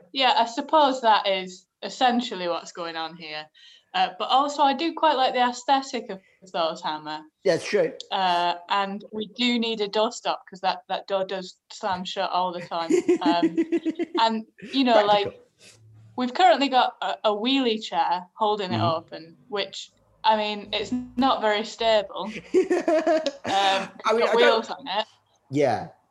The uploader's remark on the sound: A zoom call in 3 separate bedrooms.